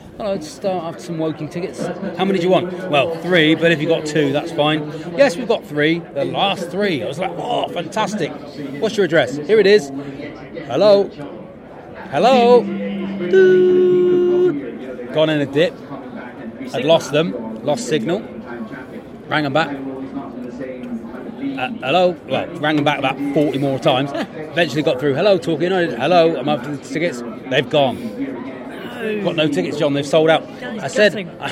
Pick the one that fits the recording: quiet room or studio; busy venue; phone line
busy venue